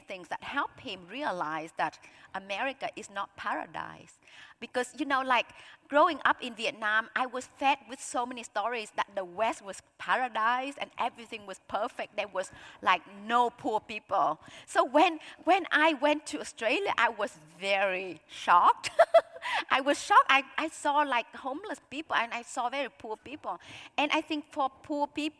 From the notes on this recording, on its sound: this highlight of the 2023 Auckland Writers Festival